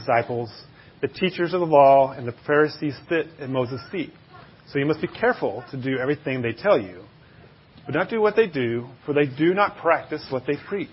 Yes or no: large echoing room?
yes